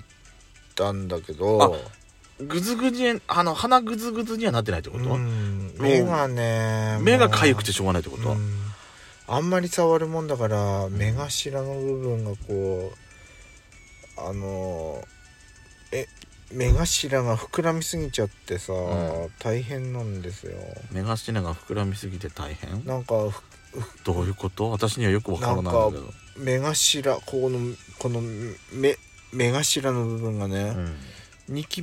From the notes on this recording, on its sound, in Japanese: パーキング収録。